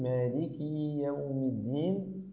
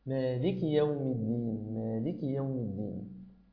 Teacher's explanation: واحذر من أن تشبع الكسرة حتى يتولد منها ياء · Shown in: second take · فلا تقول مالكي يوم الدين، وإنما قل مالك يوم الدين مالك يوم الدين، فلتتفضل مشكورا بقراءة هذه الآية فقط.